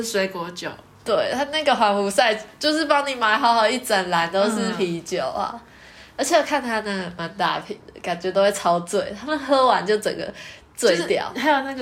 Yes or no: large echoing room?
no